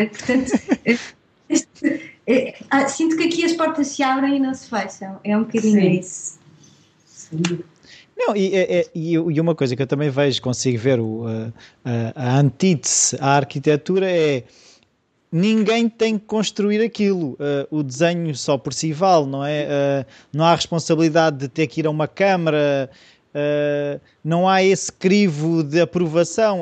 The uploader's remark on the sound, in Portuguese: Foi via Skype pois estavam no Porto, e eu na minha casinha. Durante a entrevista parecia-me ouvir ressonar, mas não quis dizer nada.